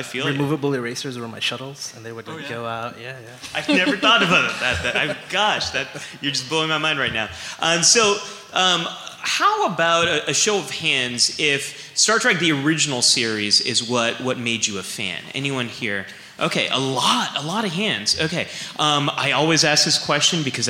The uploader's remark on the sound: At Star Trek Mission New York, just days before the 50th anniversary. This week’s episode is a recording of the panel.